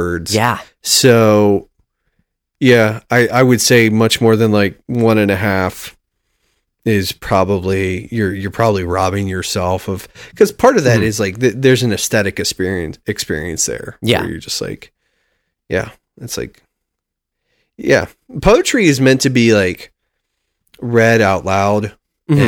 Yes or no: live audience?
no